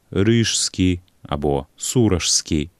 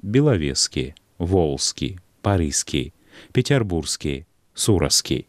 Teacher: Гэты збег павінен неўтралізавацца, знікнуць. На стыку кораня і суфікса застаецца толькі адзін гук «с». · Shown in: second take